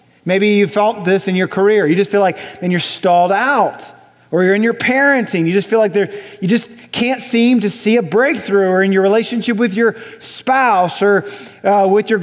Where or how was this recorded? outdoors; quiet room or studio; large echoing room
large echoing room